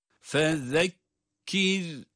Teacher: Zal peltek. Peltek okunuyor zaten. Fezekkir. Sonra da cezimli olan ra kendisinden önce esri olması itibariyle ince okunuyor.